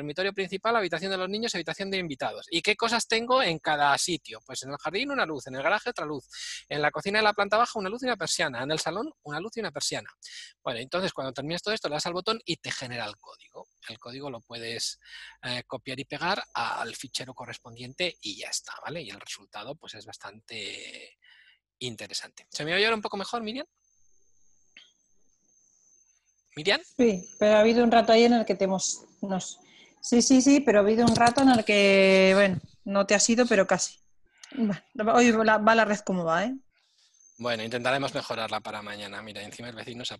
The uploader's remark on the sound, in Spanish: Audio del Webinar que grabamos. Audio del Webinar que grabamos.